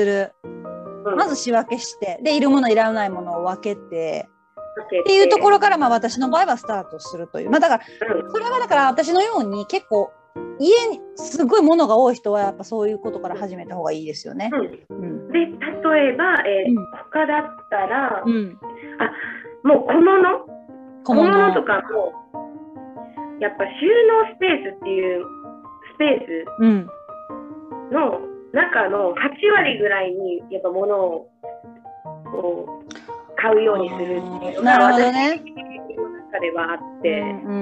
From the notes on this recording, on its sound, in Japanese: Zoomインタビューです。